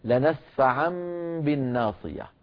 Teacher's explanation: لنسفعا بالنون توكيد الخفيفة لكن بعدها باء فنقلب النون ميما ونخفي تلك الميم فنقول لنسفعا بالناصية.